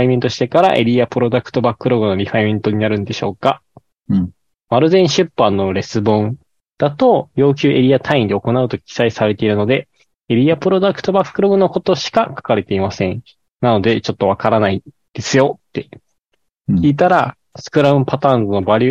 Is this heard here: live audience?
no